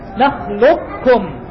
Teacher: فتقول ألم نخلقكم، وتقول ألم نخلقكم، نخلقكم، نخلقكم، إدغام لكن تسمعني فيه صوت التفخيم، نخلقكم، هو قاف مشددة لكن تسمعني فيه صوت الاستعلاء الموجود في القاف · Term: إدغام ناقص